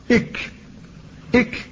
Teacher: كذلك أصل اللسان فيه مخرج آخر وهو للكاف، ولكنها أسفل من مخرج القاف